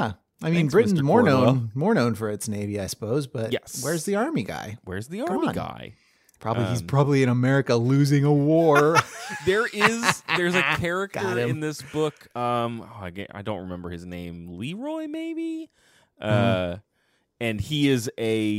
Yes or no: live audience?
no